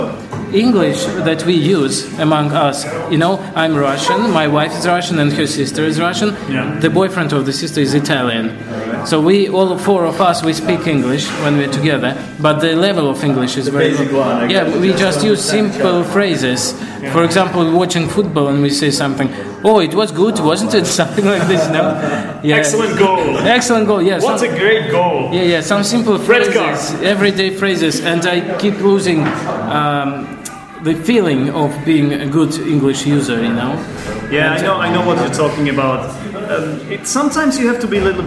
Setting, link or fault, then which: setting, live audience